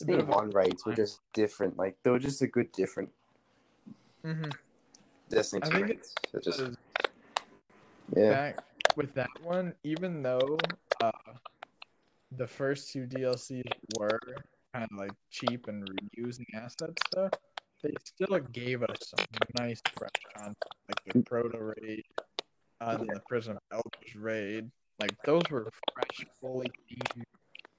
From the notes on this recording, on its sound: Please keep in mind that this call was done over way too many miles to count and does at times become hard to understand. Had a blast recording this even with the problems.